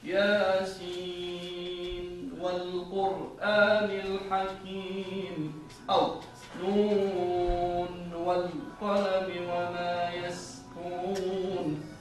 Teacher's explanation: صاحب العلم يقول هنا اظهار، الحكم اظهار، والاظهار هو ان تنطق النون على حدها من غير غنه او تشديد بمقدار توسطها، كون النون من احرف لم نرع. معدل الطول الصوتي للنون هو ما بين أطول من الشدة وأقل من الرخاوة. يستكمل نطق النون بتوسطه في الصوت ويلفظ بعده الواو، فنقول ياسين والقرآن الحكيم أو نون والقلم وما يسطرون.